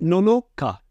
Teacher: It's a flat Nonoka and then you drop off that cut. So a lot of people would often go Nonoka, and that second no would be up on an incline, but you don't want to do that. · Term: pitch accent